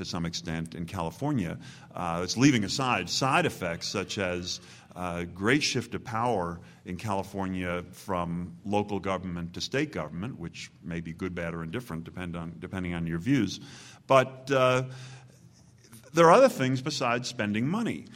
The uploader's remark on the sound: The Federalist Society presented this Showcase Panel at the 2006 Annual National Lawyers Convention on Saturday, November 18, 2006.